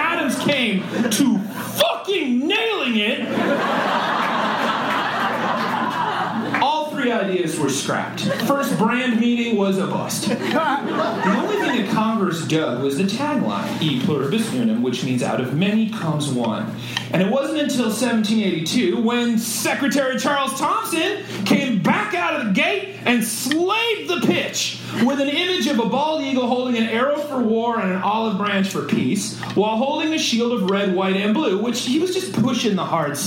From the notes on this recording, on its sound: Live in front of some fresh humans who had no idea what was comin. Was recorded LIVE at Chicago’s Historic Green Mill Lounge on June 17th 2023.